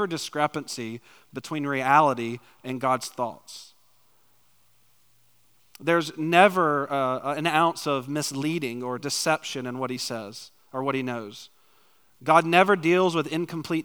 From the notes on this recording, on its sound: preached a topical sermon on the morning of March 26, 2023, at Chaffee Crossing Baptist Church in Barling, AR.